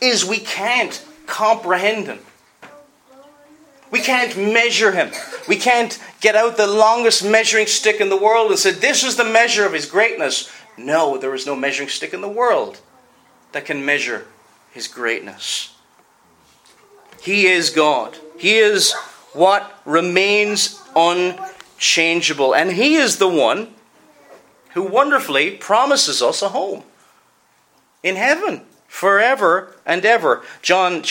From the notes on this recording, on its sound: Preached at Enniskillen Reformed Presbyterian Church